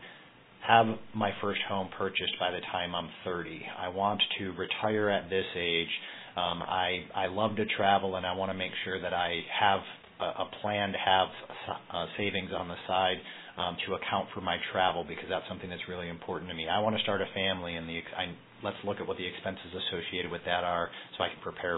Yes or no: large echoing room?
no